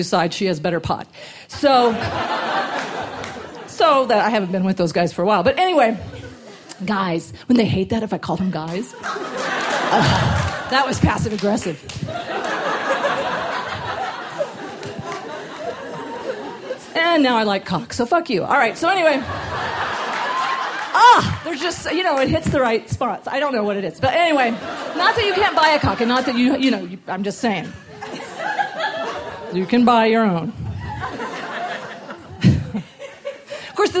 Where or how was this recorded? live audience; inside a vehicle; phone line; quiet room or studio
live audience